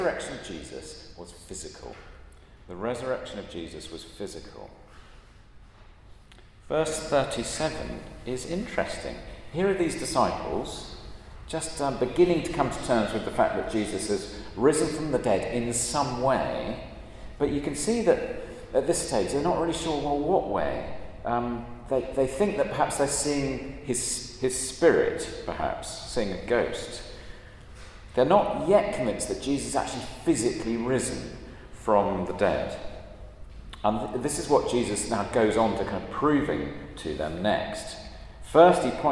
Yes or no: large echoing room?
yes